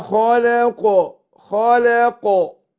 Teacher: يبقى هنا فخمت الخاء ورققت اللام وفخمت القاف وقلقلتها كمان عشان وقفت عليها وهي ساكنه من حروف القلقله.